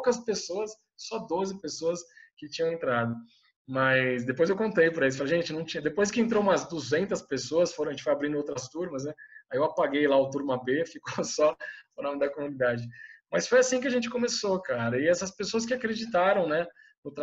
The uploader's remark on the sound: via ZOOM